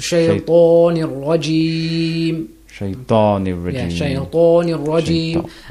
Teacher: طا is read with a full mouth